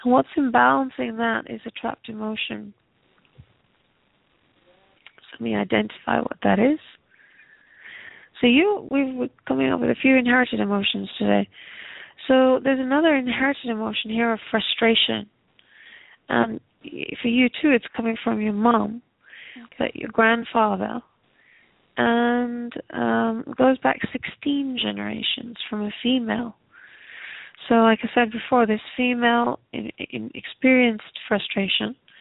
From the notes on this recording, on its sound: takes your calls